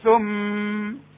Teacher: إذا وقفت على ثم دي أغنها حركتين، إذا وقفت وقف اضطراري أو وقف تعليم عاوز أعلم مثلا أقول ثم وما أقولش ثم وافتح شفايتي، لا أفضل مخلي شفايتي لغاية لما الحرف ينتهي ثم. · Term: الغنة